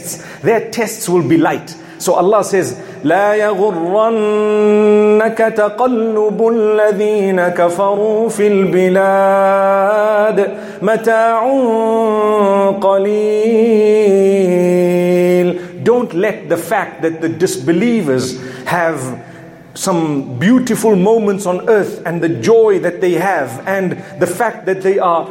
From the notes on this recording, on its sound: Friday Jumu&#8217;ah Lecture from Masjid Al Falaah in Harare Zimbabwe